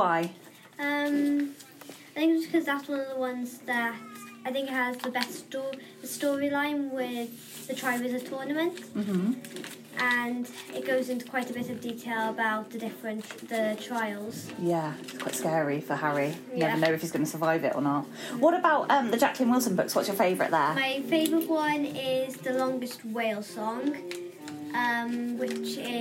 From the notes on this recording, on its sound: In this episode, we host a collection of guests who attended the St Cyres Open Evening. Please excuse the background rock and roll from the music department next door to our school library.